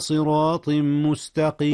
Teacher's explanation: أدغم التنوين تنوين صراط في ميم مستقيم · Term: إدغام